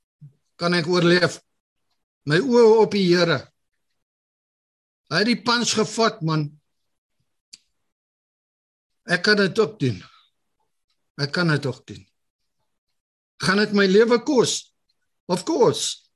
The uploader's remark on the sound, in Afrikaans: Zoom Byeenkoms 23 Junie 2022.